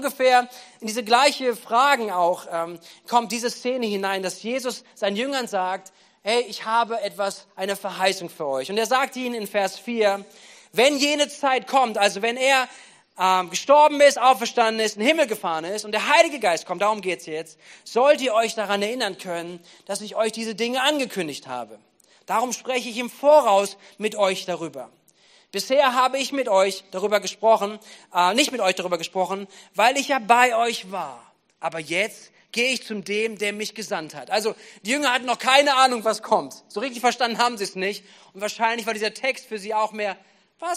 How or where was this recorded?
large echoing room